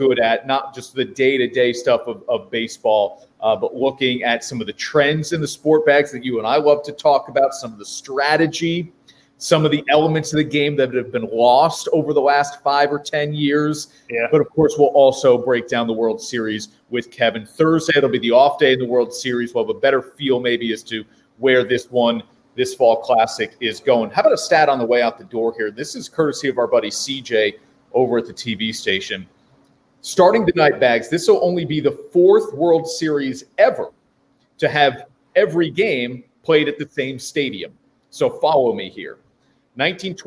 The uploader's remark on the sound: Live from Druthers Brewing Company in Saratoga Springs for the American Cancer Society's Real Men Wear Pink campaign.